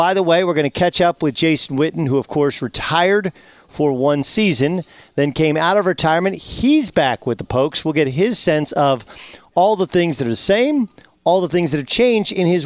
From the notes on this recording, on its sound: live from Dallas Cowboys Training Camp from Oxnard, CA